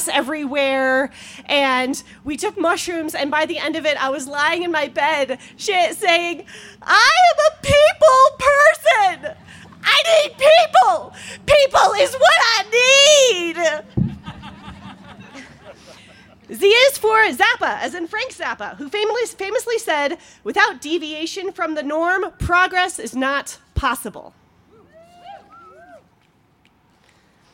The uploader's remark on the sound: She told this story in front of a live audience, in the parking lot of Buntport Theater.